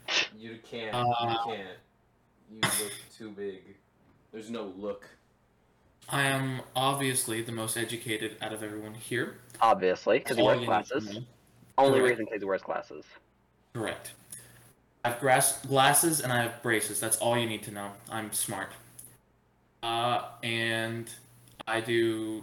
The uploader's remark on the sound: The microphone quality will be improved in the next episode